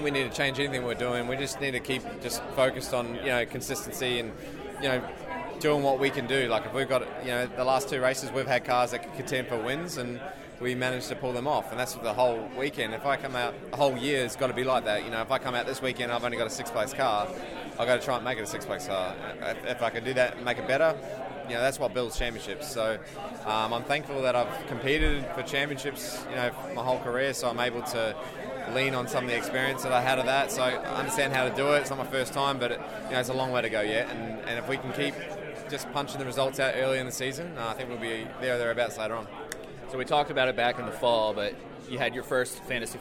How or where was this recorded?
busy venue